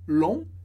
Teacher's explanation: Sem G, termina no som on, long, que é longo